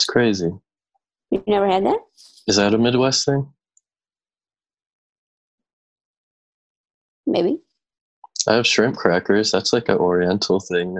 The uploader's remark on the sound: Recorded entirely remotely. Play listener-created games with callers via Zoom!